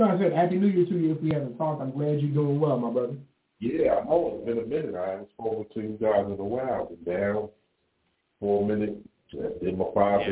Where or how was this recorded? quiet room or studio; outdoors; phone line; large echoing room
phone line